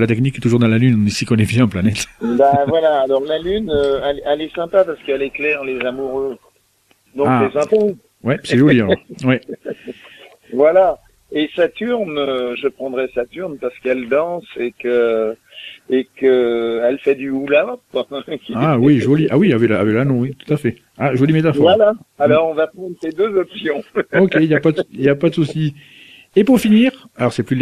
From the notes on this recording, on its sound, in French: reçoit par téléphone